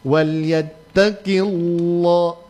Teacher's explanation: Karena dia berharokah kasro pada awal lafdul jalala, maka otomatis lafdul jalalanya ditipiskan.